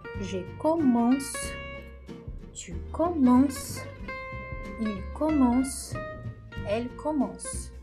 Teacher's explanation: Antes do C, tem o man, comance. Então, é o man que vai ser a sílaba forte, porque o C é a consoante fraca final.